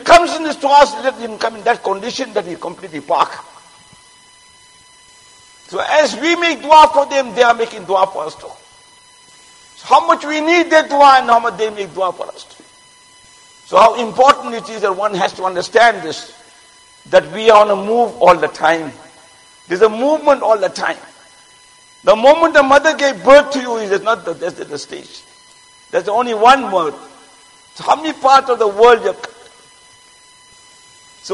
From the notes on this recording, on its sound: Jumuah lecture at Masjid Mueenuddeen